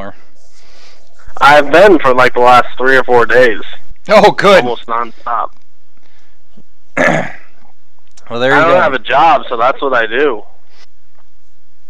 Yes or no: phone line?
yes